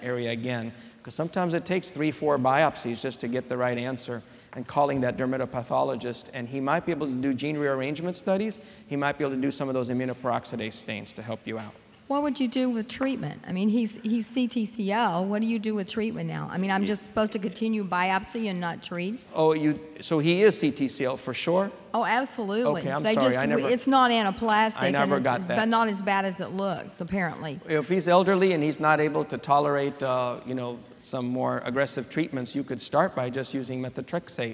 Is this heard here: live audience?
yes